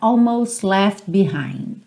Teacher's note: as consoantes oclusivas, quase não aparecem. Então você não ouve almost left behind.